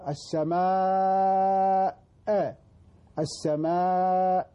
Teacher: لو ما جاءت الهمزة في هذه الكلمة ما كان مدينك، صارت الألف مد طبيعي يعني حركتين، لكن هنا جاءت الهمزة بعد الألف فنمد هذه الألف 4 حركات أقل شيء